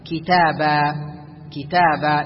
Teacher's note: أما إذا وقفت على كتابا فهنا لا تنون، وإنما تقف بالمد، يستبدل التنوين بمد حركتين هكذا كتابا كتابا، يمد حركتين.